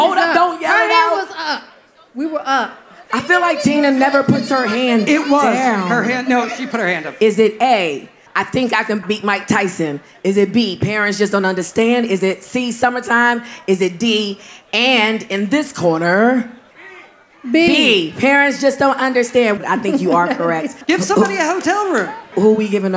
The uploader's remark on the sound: Live from the Roots Picnic. Live on the Roots Picnic podcast stage.